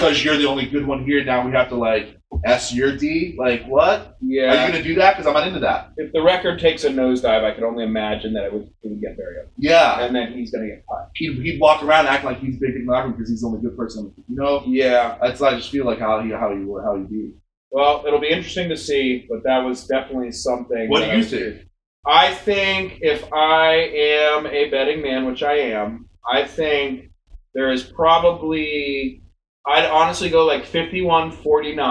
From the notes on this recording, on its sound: serious sound issues on this episode